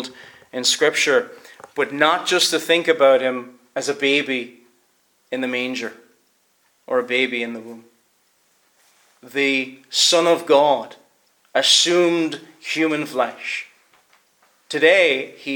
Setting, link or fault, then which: setting, large echoing room